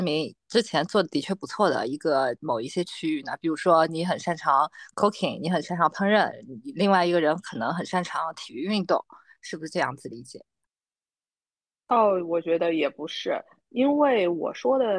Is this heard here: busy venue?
no